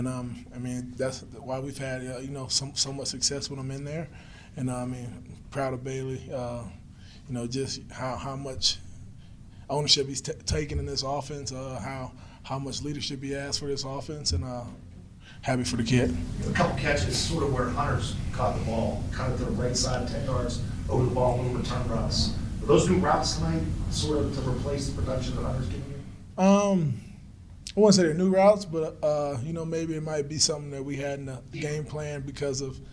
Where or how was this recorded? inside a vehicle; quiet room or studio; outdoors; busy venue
busy venue